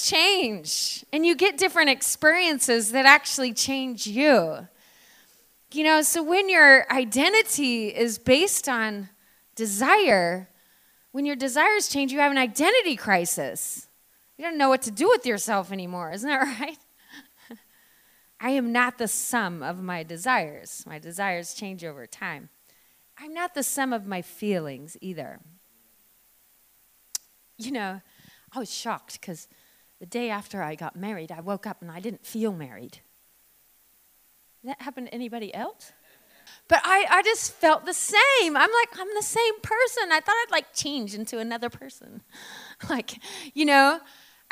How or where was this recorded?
large echoing room